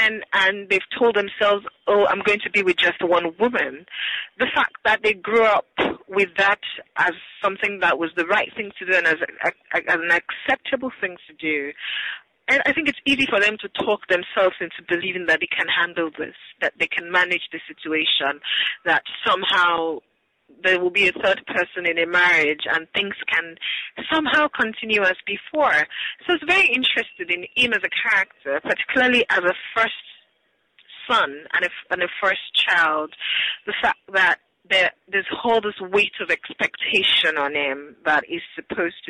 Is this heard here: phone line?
yes